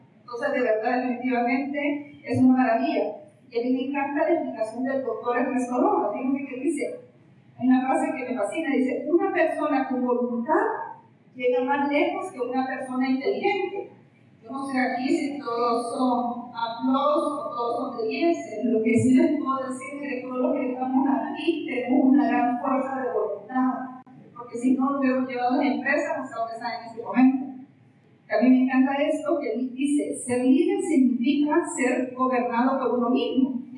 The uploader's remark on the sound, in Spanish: Les sere sincera que he luchado un poco para dejar el audio lo mas limpio posible, perdon por el audio el celular lo tenia en la mesa de enfrente al podio para poder tambien grabar el video para el recuerdo de tan grato honor.